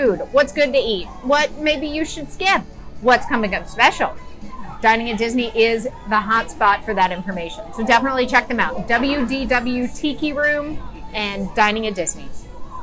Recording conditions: busy venue